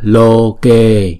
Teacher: Chữ Loke, tất cả là bốn nhịp, bởi vì chữ O là diphthong là hai nhịp. Chữ E cũng là hai nhịp, cho nên chúng ta đọc là lô kê.